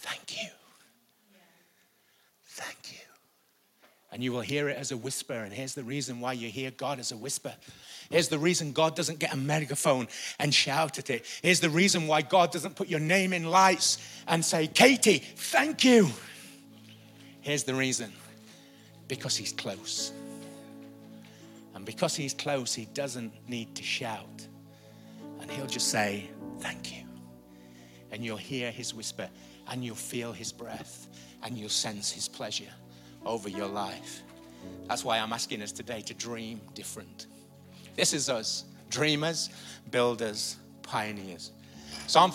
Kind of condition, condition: setting, large echoing room